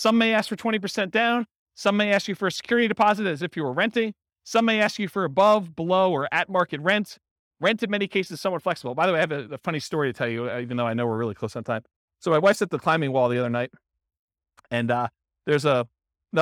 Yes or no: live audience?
yes